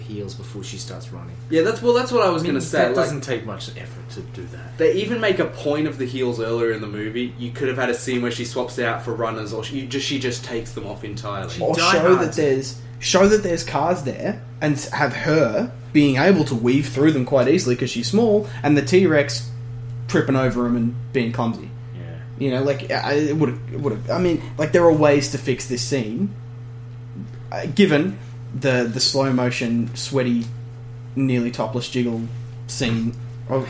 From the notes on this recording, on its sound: Sorry about the humming...